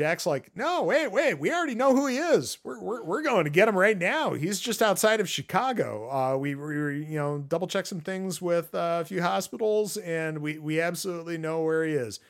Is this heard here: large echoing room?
no